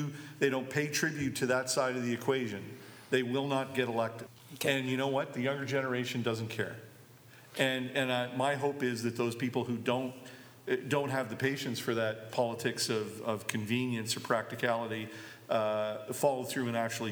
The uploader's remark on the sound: Live at the WAG. The Winnipeg Free Press put on a live event for subscribers at the Winnipeg Art Gallery. The group also takes audience questions.